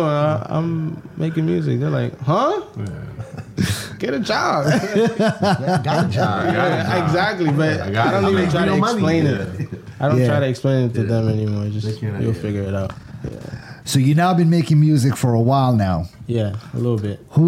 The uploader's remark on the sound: WHATSAPODCAST broadcasted live from the Eaton Hotel on Monday September 9th for the Take Creative Control summit.